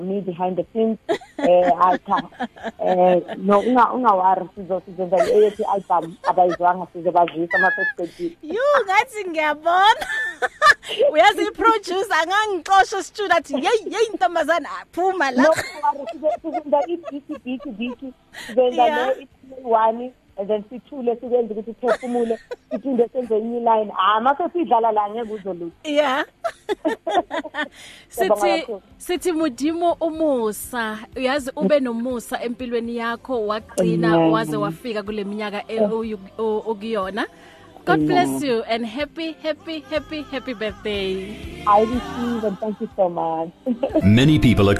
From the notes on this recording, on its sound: Listeners also called